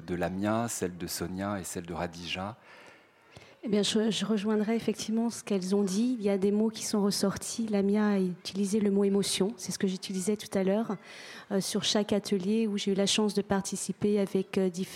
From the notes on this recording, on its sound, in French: Enregistrée en public. Aux Ateliers Médicis.